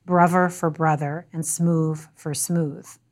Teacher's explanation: the use of V for TH sounds like th or the, as in something like brother for brother and smooth for smooth.